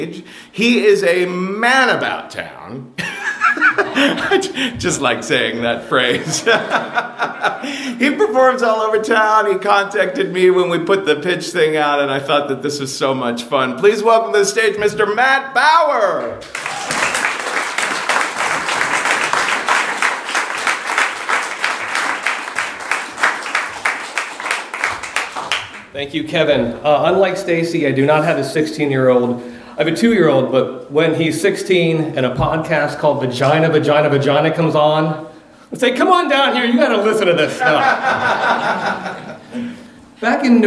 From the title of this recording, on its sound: Live From Pittsburgh!